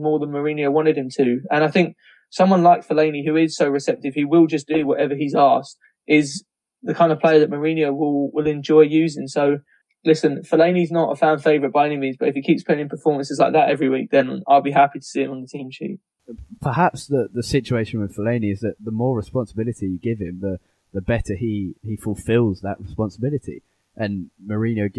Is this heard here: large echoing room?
no